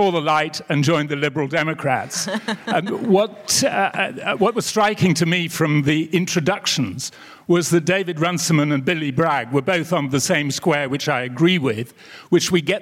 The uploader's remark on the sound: recorded live at the Cambridge Literary Festival